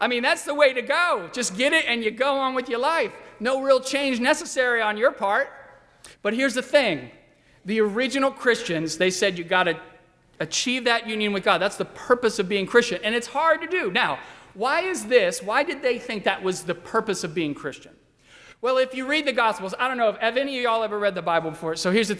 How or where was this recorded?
large echoing room